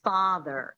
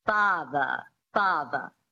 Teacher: in this accent, the transatlantic accent, you drop the R and you make it a schwa · Shown in: second take